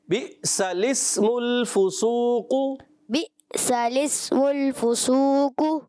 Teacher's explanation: بئس میں حمزہ کو آپ جھٹکا دیں گے مگر لام کو آپ نے نہیں ہلانا